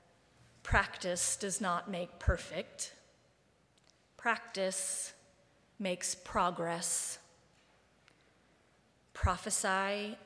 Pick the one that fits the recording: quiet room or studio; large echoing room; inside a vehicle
large echoing room